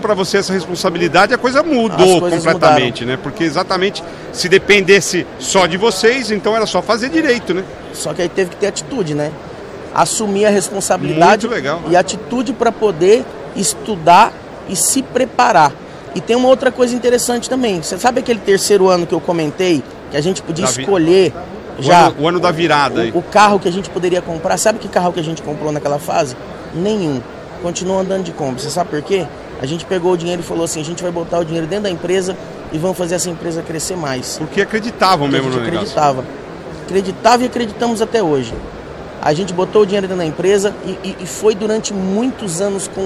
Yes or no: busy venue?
yes